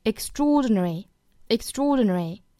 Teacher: 这个 tr 要浊化成 tr · 并且这个单词的重读是在 o 这个位置